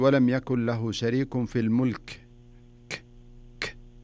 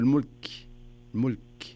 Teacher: الكاف هذا من حروف الهمس زين، وليس من حروف القلقلة · Shown in: second take